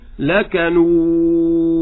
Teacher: الواو لا تحمل غنة النون معها